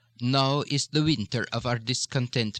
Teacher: the basic direction of the vowel is going to be up, down, with the louder on the upswing · Term: upward inflection